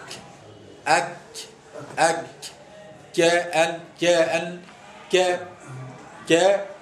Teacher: انحباس الصوت في أول نطق بهما ثم يجري النفس اللي هو الهمس. واضح كل حرف من الحروف هذه هو حروف شديدة.